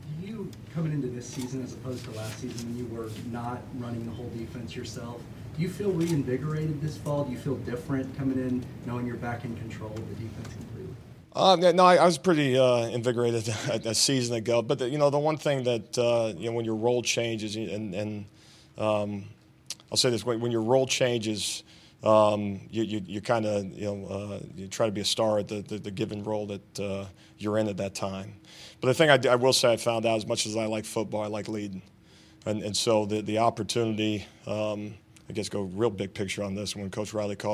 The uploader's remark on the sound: Media Day Recap. The entire press conference from both coaches.